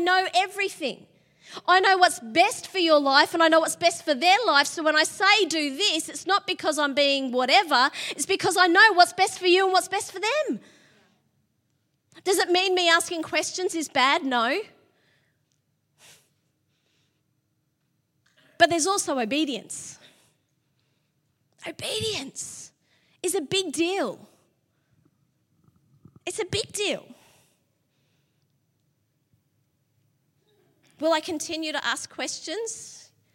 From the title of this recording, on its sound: LIVE at Echo Church